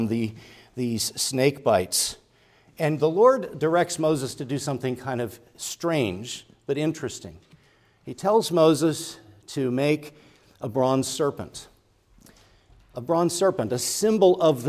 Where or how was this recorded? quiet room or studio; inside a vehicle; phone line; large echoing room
large echoing room